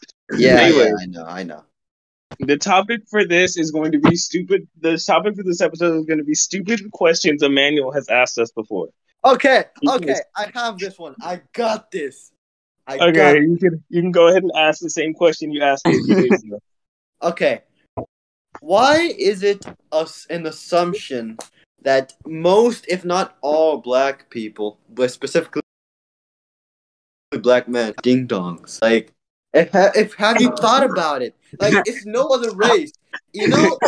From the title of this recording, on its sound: Chaos and technical difficulties